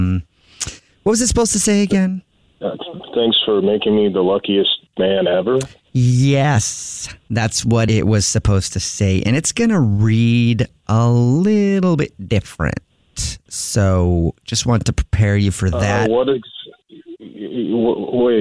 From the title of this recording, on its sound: in this Phone Prank